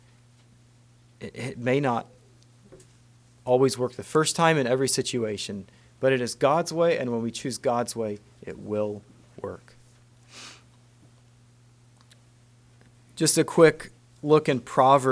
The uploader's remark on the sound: Message preached at Word of Hope